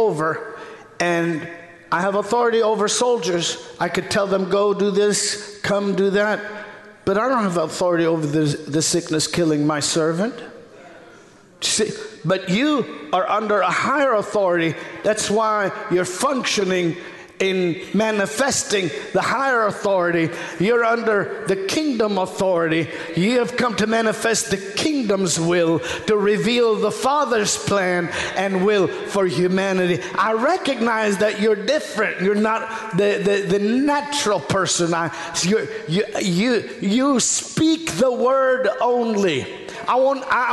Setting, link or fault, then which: setting, large echoing room